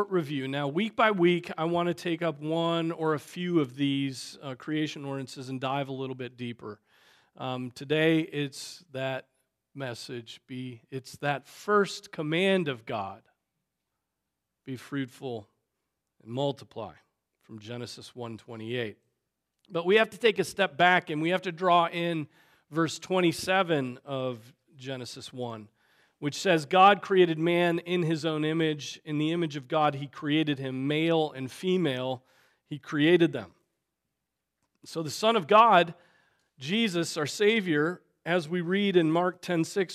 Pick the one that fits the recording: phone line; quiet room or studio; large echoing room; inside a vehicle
large echoing room